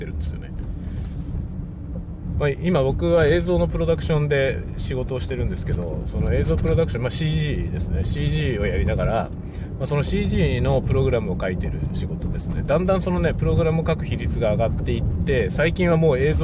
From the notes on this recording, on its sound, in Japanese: 朝からドライブ雑談。車を運転しながらいろいろ話しています。使用マイク：ZOOM M3 MicTrak ポスト処理：CUBASE Elements 13。